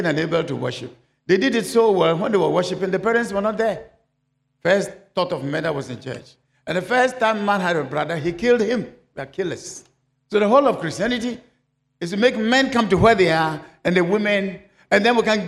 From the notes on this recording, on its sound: Sermon preached at CBC Shiashie Campus